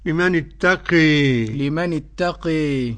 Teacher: وقرأ حمزة والكسائي وخلف العاشر بالإمالة الكبرى